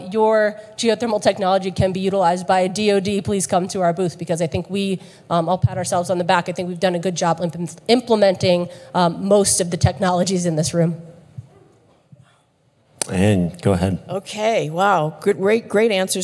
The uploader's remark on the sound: Live! From the Geothermal Rising Conference. Talks with guests while on stage at the annual Geothermal Rising Conference in Reno, NV.